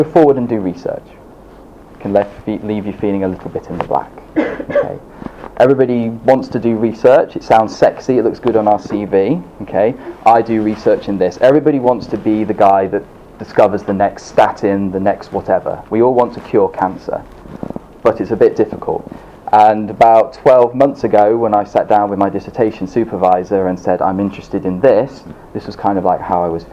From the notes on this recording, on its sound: This episode is a live recording of the second session of #UnblindingResearch held in NUH DREEAM 21st March 2018.